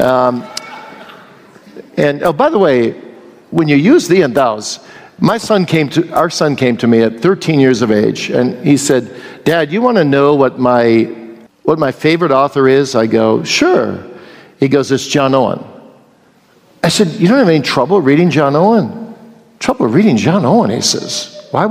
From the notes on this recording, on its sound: here is the question-and-answer session from this year’s Boise Reformation Conference